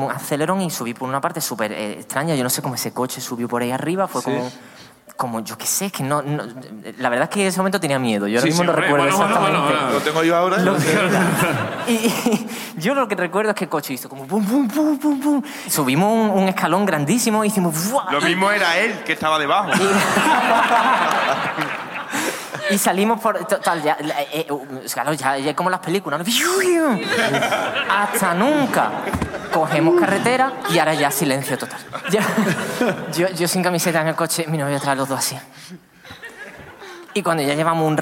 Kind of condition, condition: setting, live audience